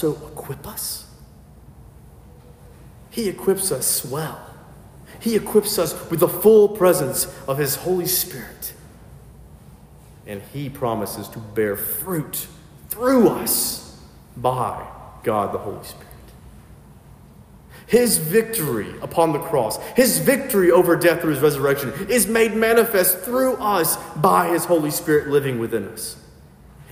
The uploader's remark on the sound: filled in at a local sister parish and preached